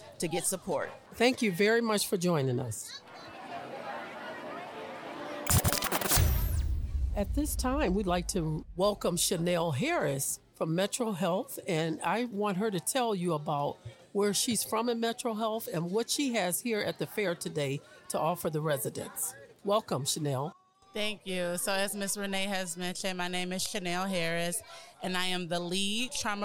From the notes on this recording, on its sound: This special podcast was recorded on location at the 7th Annual Collinwood Resource & Empowerment Fair. In partnership with our host, Peoples Church of God In Christ.